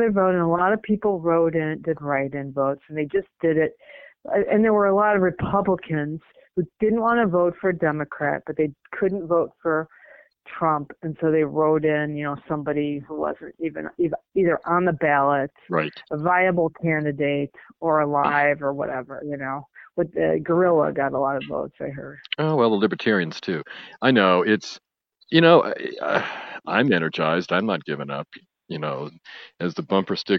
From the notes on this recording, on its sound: This is a quick phone call we had just before I hopped on a plane back home